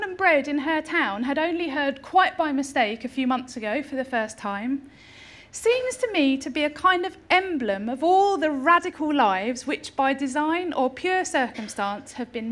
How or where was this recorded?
live audience